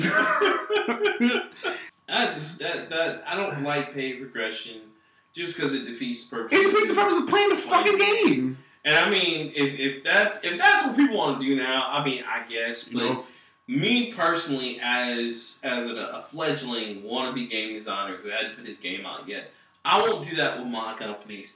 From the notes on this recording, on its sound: I apologize in advance for the audio we are still working with a very nonexistent budget to get you guys a quality program. Hopefully our content makes up for the terrible audio sound!!